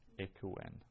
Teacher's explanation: Well, from what you know already, you should expect something to change and expect a contraction of the vowels. So the epsilon alpha has contracted into a long eta, long E, equen. Mm-hmm.